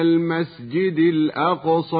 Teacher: ظهرت القلقلة في حرف القاف من كلمة الأقصى